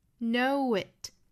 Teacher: know 和后面的 it 连读加 w.